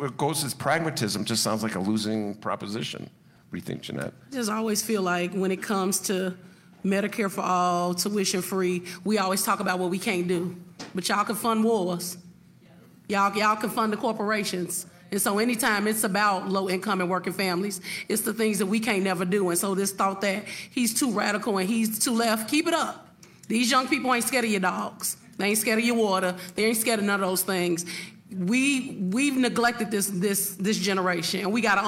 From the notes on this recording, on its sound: It's the Super Tuesday primaries and caucuses LIVE show with the Chicago Reader at The Promontory in Hyde Park.